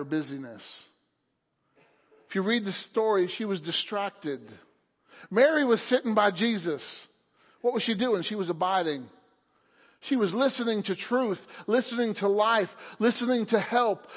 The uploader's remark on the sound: Wednesday Night Service